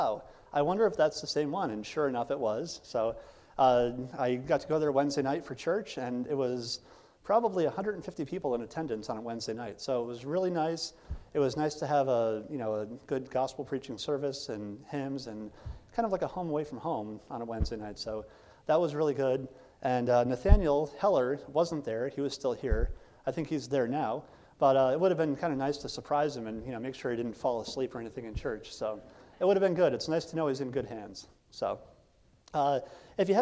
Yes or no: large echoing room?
yes